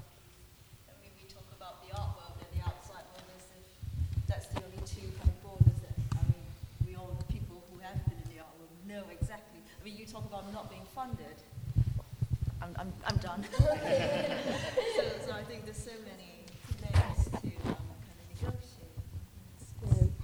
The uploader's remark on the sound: Took place on 6th March 2018 at LADA. This is an audio recording of the event.